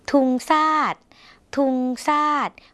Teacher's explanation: ภาษาลาวไม่มีเสียงชอช้างเหมือนในภาษาไทยนะคะ เพราะฉะนั้นเวลาเราได้ยินเสียงภาษาไทยเป็นชอช้างเราก็อา